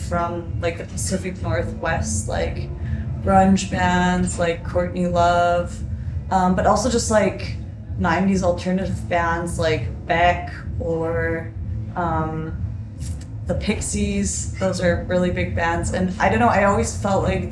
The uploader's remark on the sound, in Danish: Lørdag aften på Reeperbahn Festival